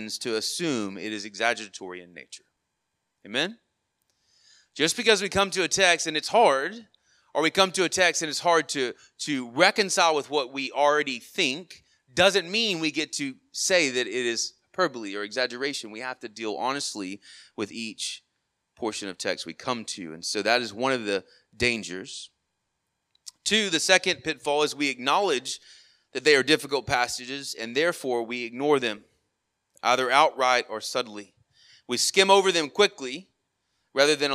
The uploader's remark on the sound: Sermon Audio from our worship service